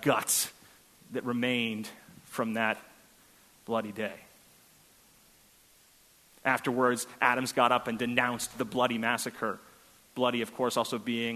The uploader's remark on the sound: at First Congregational Church of Houston